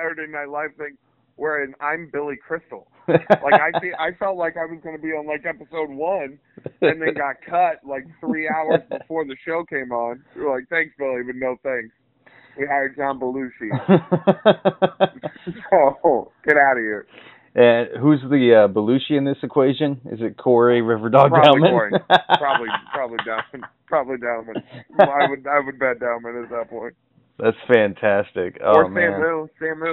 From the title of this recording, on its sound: PHONE INTERVIEW